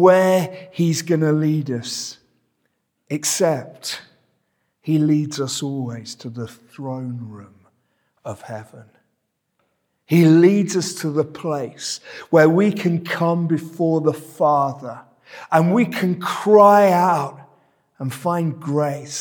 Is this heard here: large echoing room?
yes